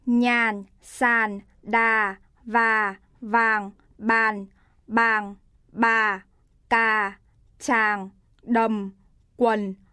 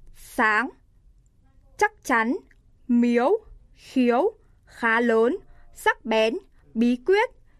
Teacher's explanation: Sự khác biệt, dấu huyền, âm vực cao thấp, bằng thấp, âm vị thấp, không khép, kết thúc âm vực thấp, không nghẽn thanh hầu khi phát âm · Shown in: first take